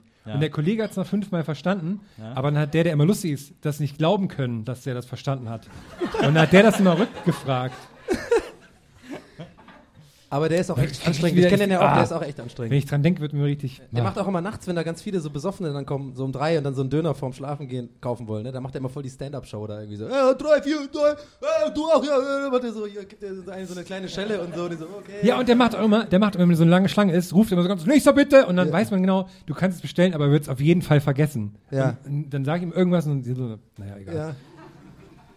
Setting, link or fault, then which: setting, live audience